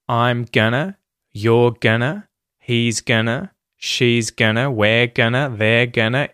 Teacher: we have going to becoming contracted as just gonna.